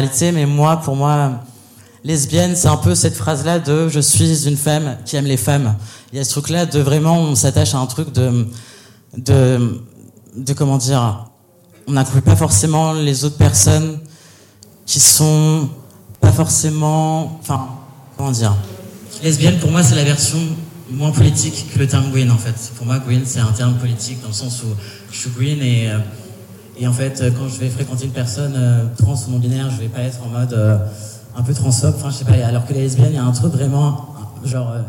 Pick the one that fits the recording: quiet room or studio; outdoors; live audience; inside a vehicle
live audience